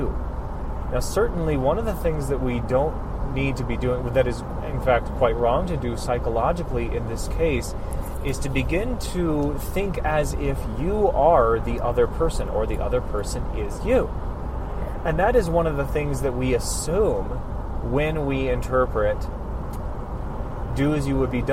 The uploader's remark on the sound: Apologies for the poor recording quality due to noise.